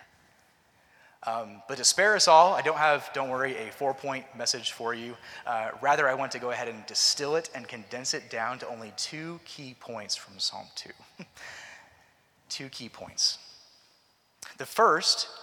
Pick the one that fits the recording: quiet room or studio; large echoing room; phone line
large echoing room